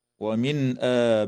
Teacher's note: وتمد الألف بعد الهمزة في كلمة آبائهم من قبيل مد البدل بمقدار حركتين . أما الألف التي قبل الهمزة في هذه الكلمة فتمد من